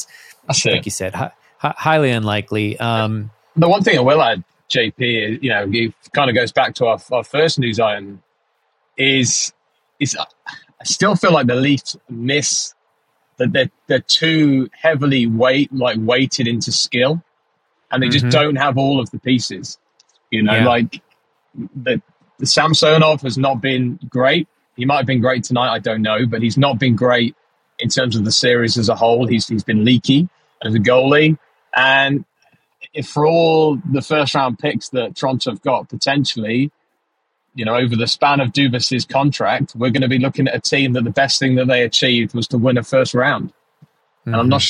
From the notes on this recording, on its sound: The guys do a car cast. Live from the road!